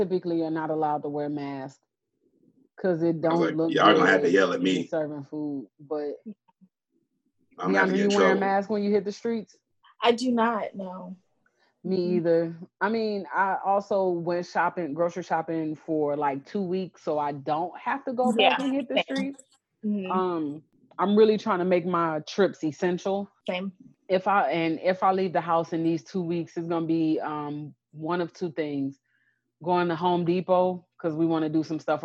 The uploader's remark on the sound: With the implementation of social distancing we've taken to video chatting to record our episodes.